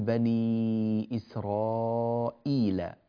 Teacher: كل كلمة إسرائيل مستثنات من الزيادة في مد البدل، فلا يمد فيها البدل إلا بمقدار حركتين فقط